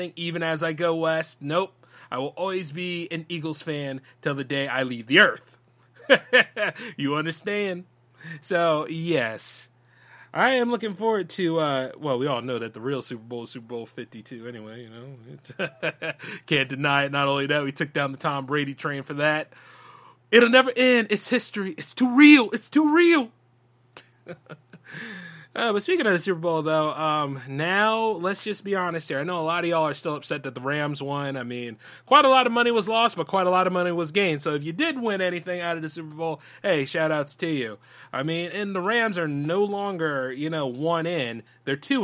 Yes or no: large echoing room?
no